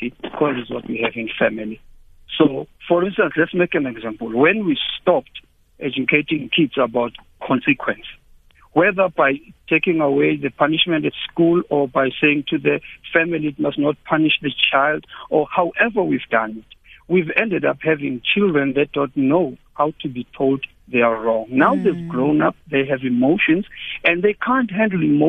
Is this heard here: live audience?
no